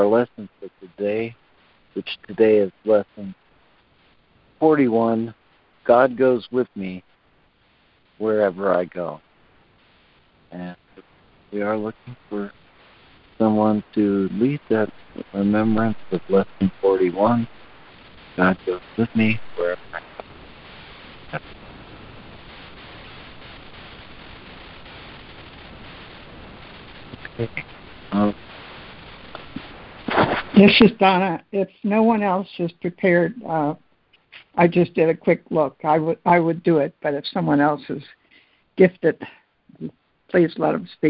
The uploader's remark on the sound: ACIM Daily Conference Call